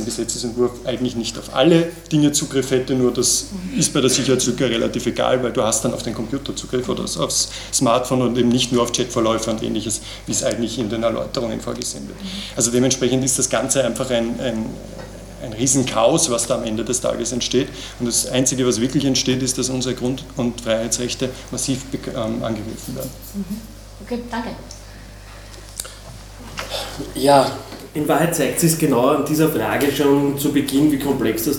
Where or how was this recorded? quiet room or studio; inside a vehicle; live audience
live audience